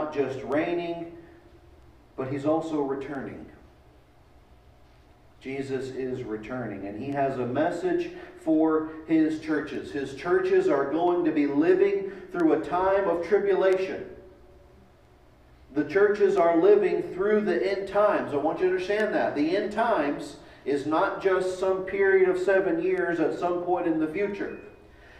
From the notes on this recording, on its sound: Delivered at East Eleventh Street Baptist Church, January 10, 2021